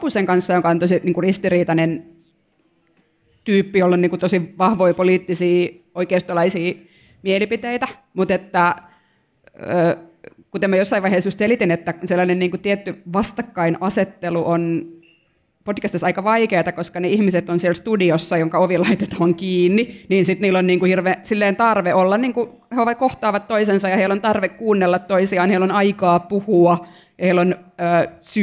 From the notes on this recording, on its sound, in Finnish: Sideways-festivaalilla. Jakso on nauhoitettu Helsingissä Sideways-festivaalin yhteydessä.